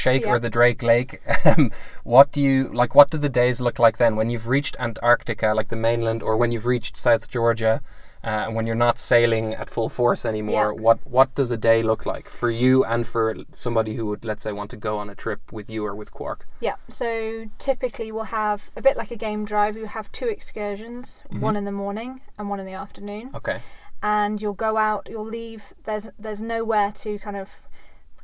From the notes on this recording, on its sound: live from the South African bush